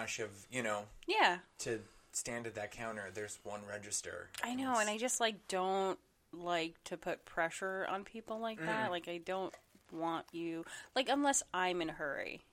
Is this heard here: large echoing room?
no